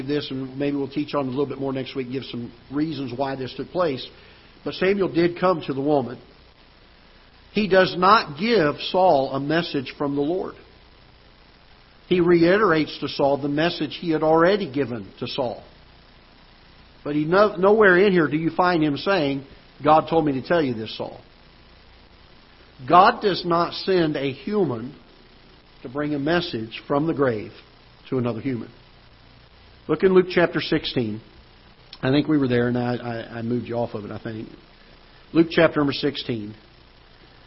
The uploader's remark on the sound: Ketha Heights Baptist Church ~ Live Broadcast